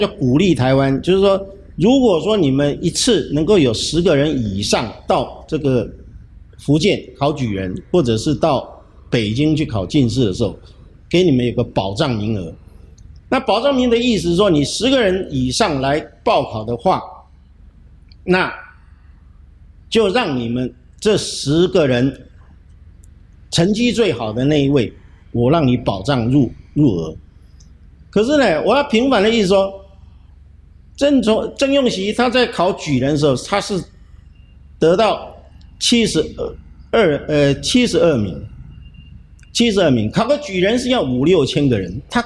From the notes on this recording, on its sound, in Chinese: 節目我們團隊出外景，來到位於新竹市北門街的市定古蹟「鄭氏家廟」中錄音